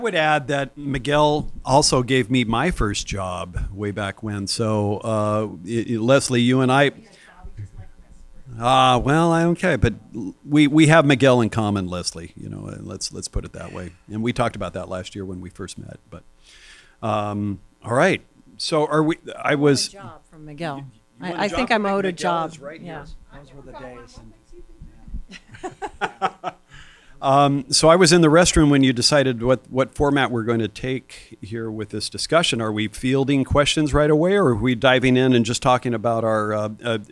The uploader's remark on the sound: recorded at the 2016 Portland Film Festival